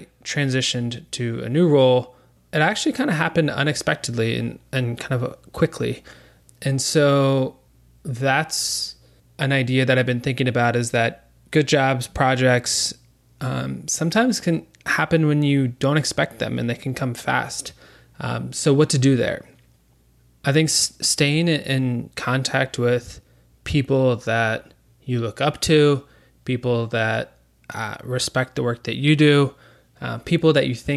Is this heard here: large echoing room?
no